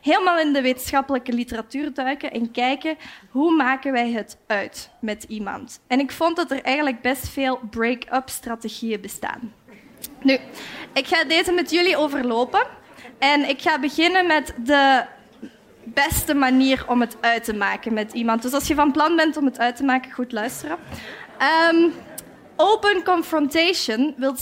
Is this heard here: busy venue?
yes